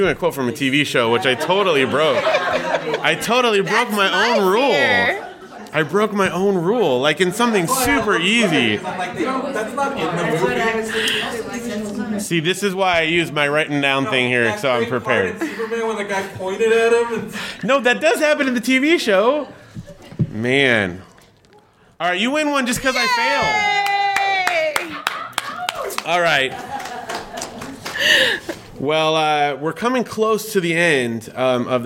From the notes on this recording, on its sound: Live From Comic Con Palm Springs. In this special recording in front of a live studio audience.